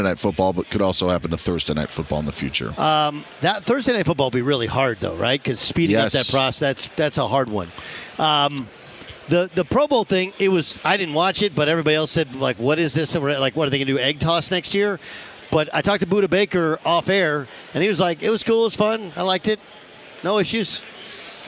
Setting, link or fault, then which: setting, busy venue